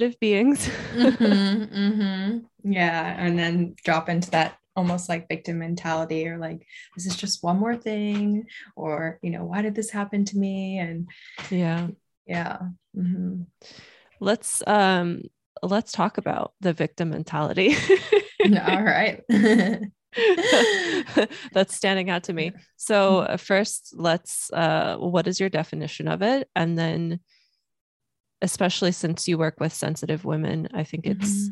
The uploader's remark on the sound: we were just flowing on this zoom call